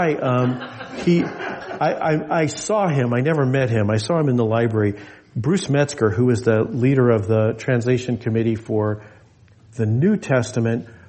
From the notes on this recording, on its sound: This message was delivered in gathered worship on Sunday, December 31, 2023 at Jewel Lake Parish in Anchorage, Alaska.